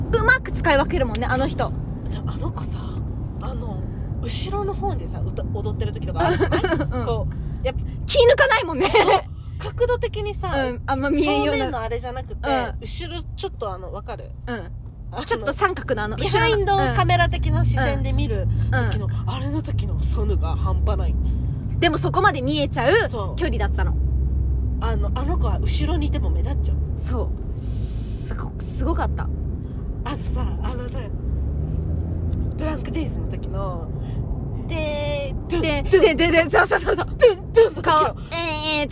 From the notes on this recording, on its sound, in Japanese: 帰り道で録音してよかった！